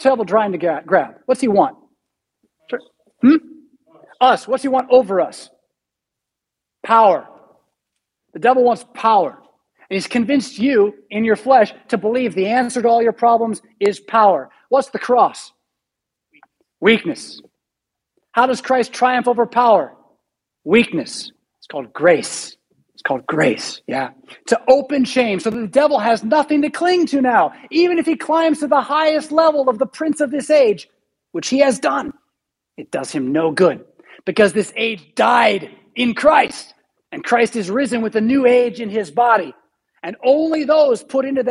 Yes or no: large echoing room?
yes